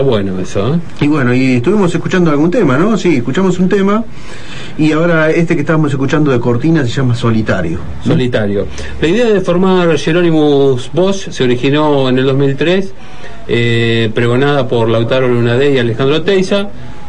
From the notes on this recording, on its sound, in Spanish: Nota telefónica. En Buenas Tardes Rock.